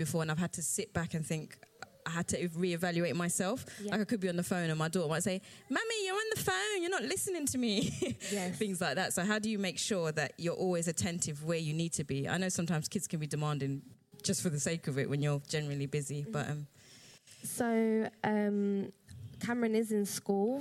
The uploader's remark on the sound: Part 1 of 'Badass Mums Live' at the Roundhouse